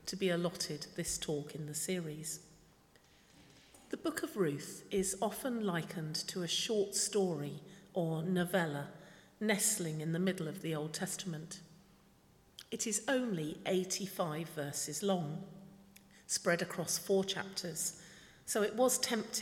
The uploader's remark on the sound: speaking at the 11 o'clock service